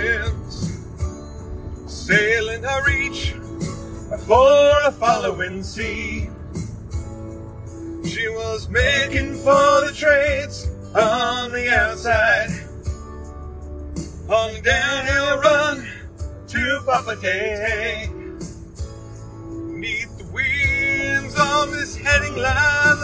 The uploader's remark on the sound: While zooming down a highway? We took advantage of another long car trip to bring you a car talk episode, recorded on a phone in a car.